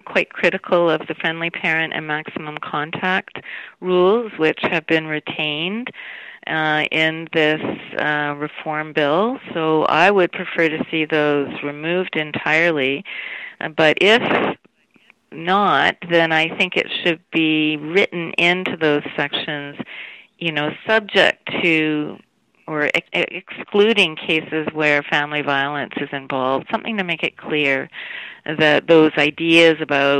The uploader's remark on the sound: I spoke with her over the phone from her home in Vancouver.